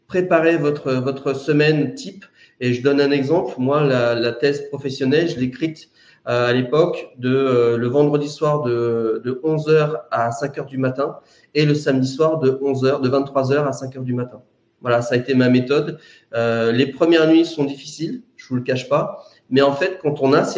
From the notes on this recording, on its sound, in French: Version audio du webinaire du 15 janvier 2024